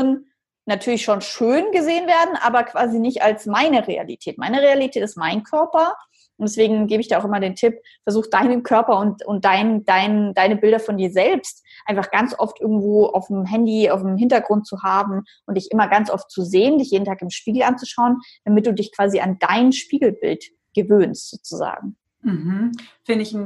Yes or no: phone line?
no